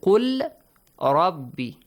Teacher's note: Here, the letter Lam is Sakin. You merge the letter Lam into the next letter, Ra. · Term: idgham